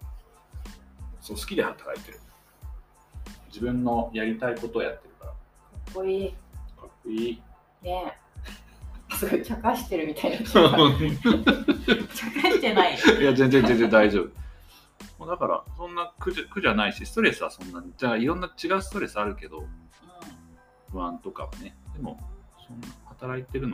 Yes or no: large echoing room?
no